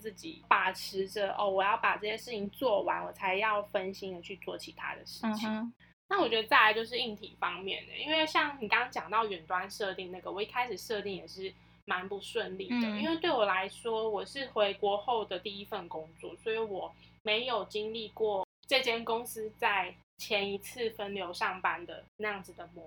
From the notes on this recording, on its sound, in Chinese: 這集是我們首次嘗試用遠距的方式完成錄音。音質和聽感可能和以往比較不同，還請大家多包涵了～。